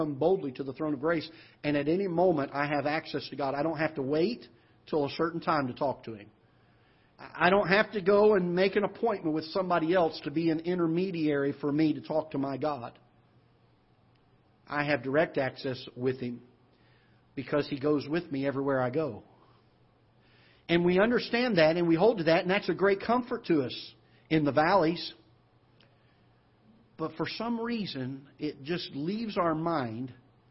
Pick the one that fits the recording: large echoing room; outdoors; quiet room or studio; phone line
large echoing room